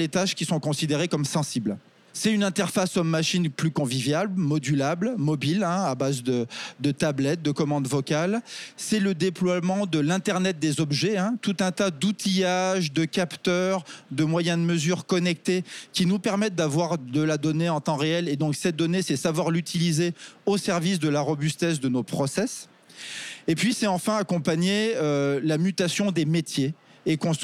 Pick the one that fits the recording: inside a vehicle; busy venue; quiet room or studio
busy venue